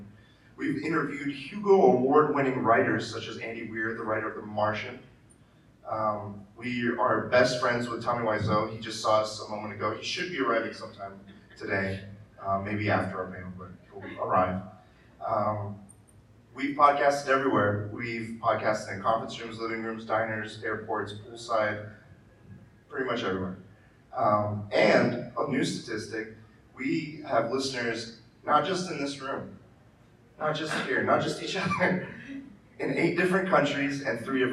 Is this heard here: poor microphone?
yes